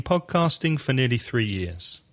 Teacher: Not stressing the word for, saying for. · Term: weak